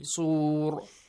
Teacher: When you stop, صُور، ra must be pronounced. Heavy.